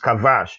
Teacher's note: Now, when that doesn't appear, it is pronounced with what is called a fricative pronunciation. And so it's pronounced as a V.